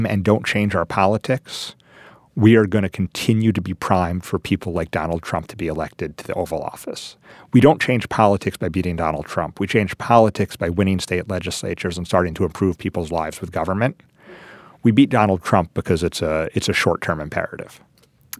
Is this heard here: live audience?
no